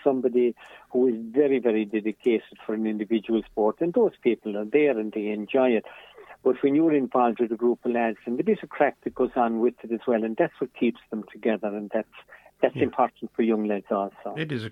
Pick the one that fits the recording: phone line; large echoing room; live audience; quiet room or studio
phone line